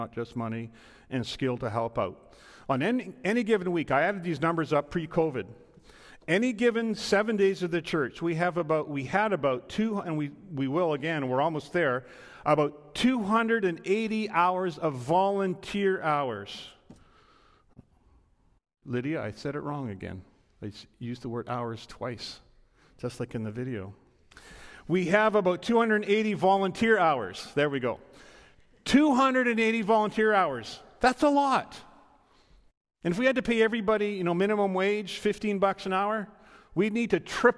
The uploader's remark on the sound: This is a live recording from our Sunday March 6th Service.